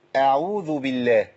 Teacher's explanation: طلعت الهمزه. يبقى لابد من تمكين مخرج الهمزه